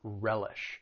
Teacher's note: When it comes to pronouncing the verb, it has two syllables. The stress is on that first syllable